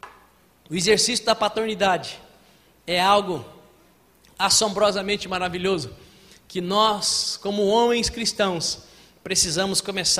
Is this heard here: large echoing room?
yes